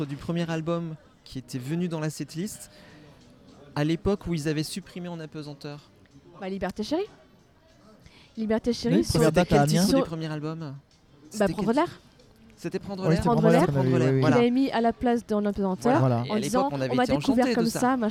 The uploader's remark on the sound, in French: Bienvenue dans cet épisode particulier enregistré sur un trottoir et dans un "restaurant".